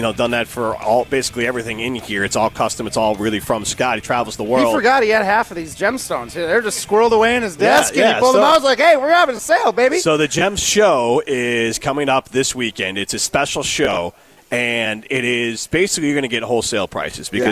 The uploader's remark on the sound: broadcast live from Chalmers Jewelers in Middleton